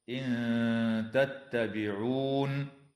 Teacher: خفاء حقيقي للنون الساكنة عند التاء مع الغنة مرققة